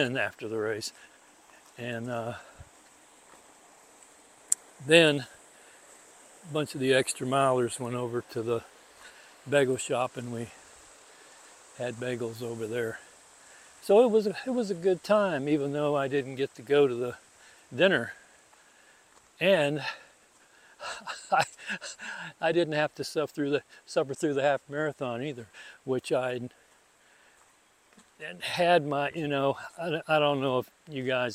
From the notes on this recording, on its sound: This episode was recorded using the Hindenburg Field Recorder app on an iPhone 14 and edited and produced using Hindenburg Lite on an Apple Mac Mini.